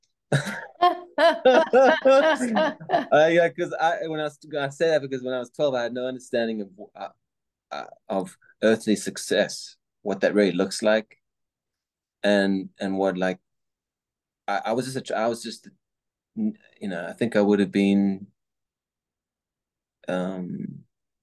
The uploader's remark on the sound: We both meet on Zoom. On view at El Nido by VC Projects, Los Angeles.